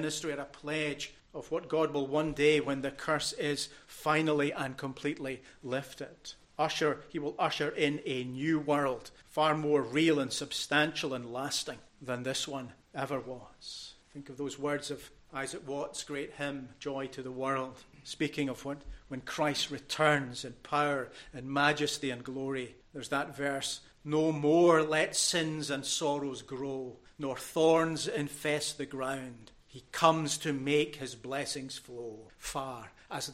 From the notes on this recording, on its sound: recorded at North Harris Free Church on the morning of Sunday, 4th February 2024